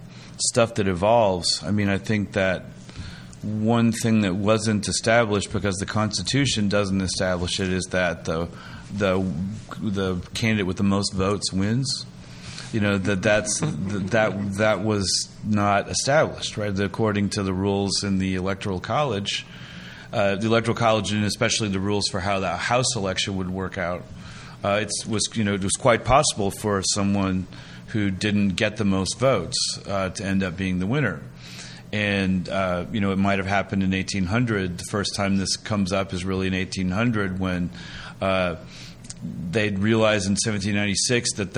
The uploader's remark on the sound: This episode was recorded in front of a live audience at the Kinder Institute for Constitutional Democracy at the University of Missouri at Columbia.